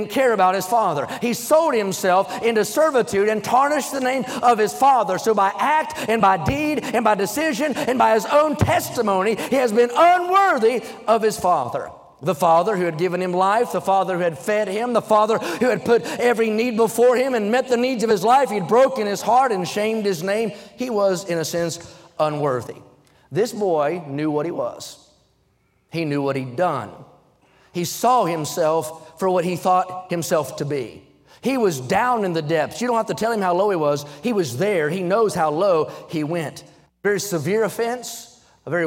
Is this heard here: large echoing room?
yes